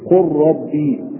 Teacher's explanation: نحذف اللام وننطق بالراء مشددة · Term: الإدغام